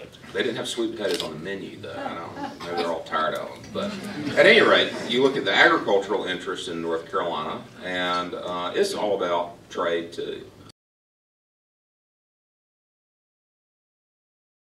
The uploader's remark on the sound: WASHINGTON, DC. At a breakfast meeting of The Ripon Society.